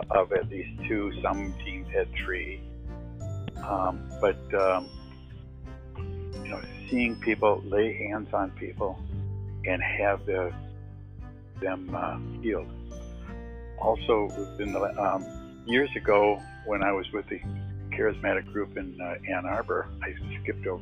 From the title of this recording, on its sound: testimonial on the phone